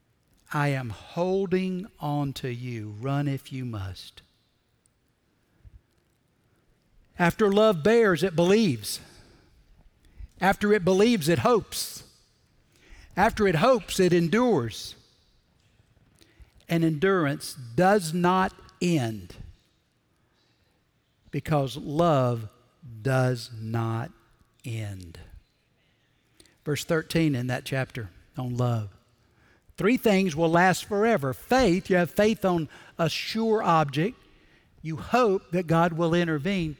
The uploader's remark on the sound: Recorded Live at Brookwood Church